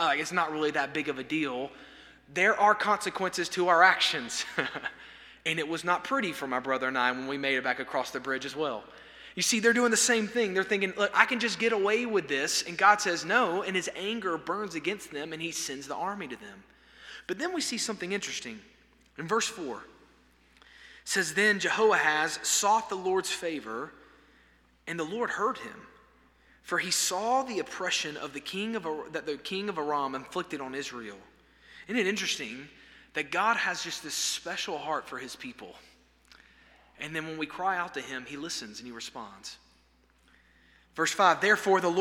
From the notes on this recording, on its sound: This sermon was delivered on September 27, 2023 at First Baptist Church Hendersonville, NC during the Wednesday night Bible study hour.